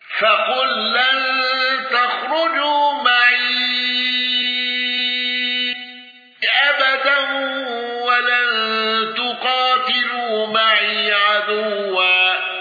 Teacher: خلف عن حمزة بالإشباع والسكت على المد المنفصل